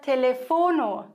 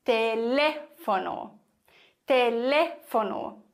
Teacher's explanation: im Spanischen haben wir auf diesem zweiten E einen Akzent und deswegen wird das Wort komplett anders betont · Shown in: second take · nämlich auf dieser Silbe, Telefono.